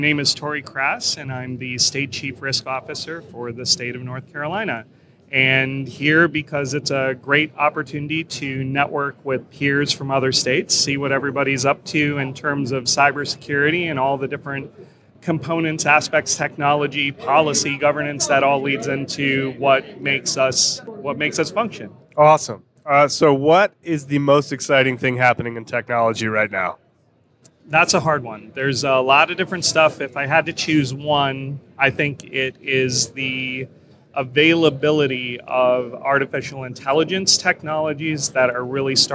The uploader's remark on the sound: During the NASCIO Annual Conference in Minneapolis. Interviewed nine attendees.